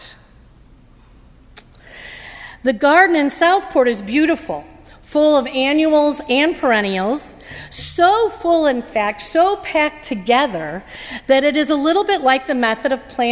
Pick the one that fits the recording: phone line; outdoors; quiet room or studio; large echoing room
large echoing room